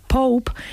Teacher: vemos que además de cerrar los labios, ellos hacen una pequeña explosión de aire. Esa es una diferencia en la pronunciación de la P entre los anglohablantes y los hispanohablantes.